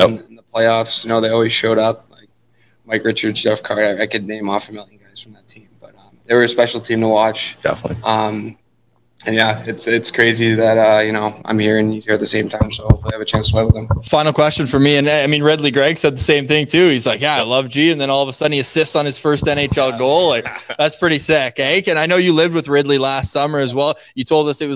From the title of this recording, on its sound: LIVE From Sens Dev Camp